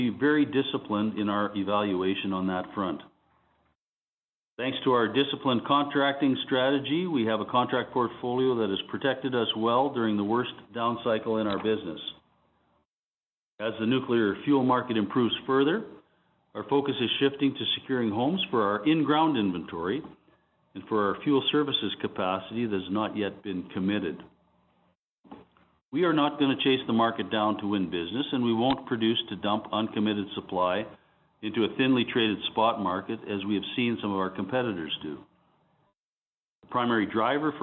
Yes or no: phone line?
yes